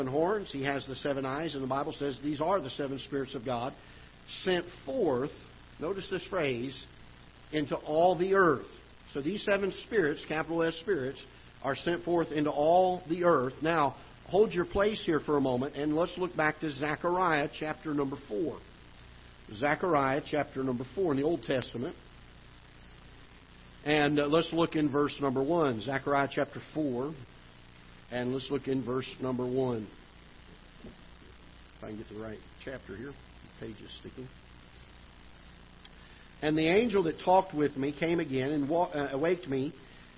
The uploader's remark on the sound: Ketha Heights Baptist Church ~ Live Broadcast